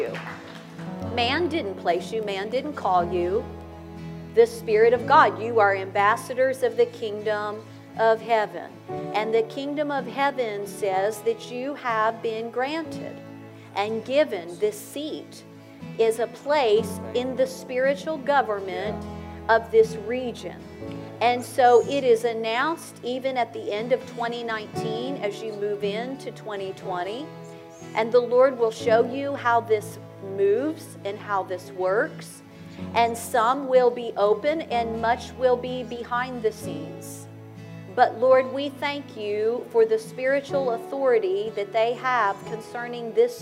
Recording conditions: large echoing room